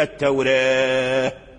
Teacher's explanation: ترقيق الراء وإمالة الألف إلى جهة الياء · Term: التقليل